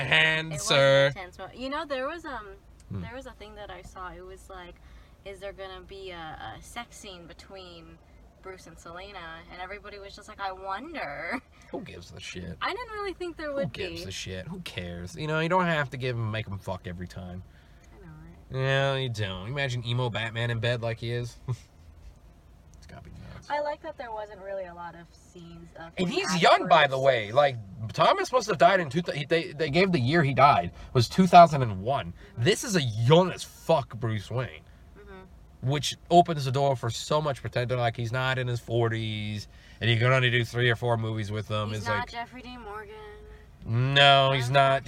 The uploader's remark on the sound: give a very honest review from our car